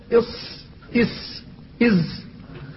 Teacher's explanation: وهذا الصوت هو الذي يسمع مع النطق بهذه الحروف. إذا قلت إص إس إز يسمع صوت، هذا الصوت هو الذي يسمى صفيرا